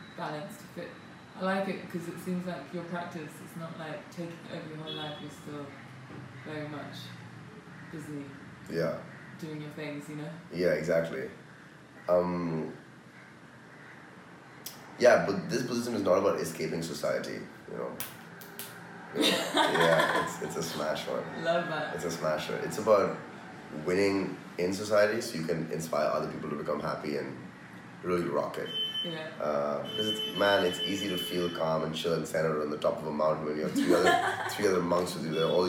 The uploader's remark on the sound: This episode was filmed in Mumbai, apologies for the Indian surround sound throughout which kind of adds to the atmosphere.